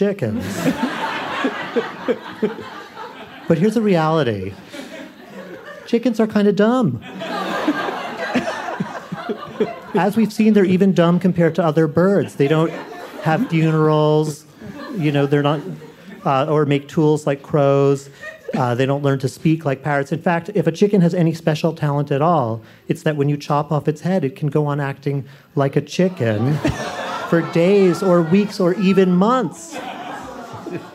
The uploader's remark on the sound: It’s a live game show. Was recorded as a live show back in May 2019 at the Greene Space in New York City.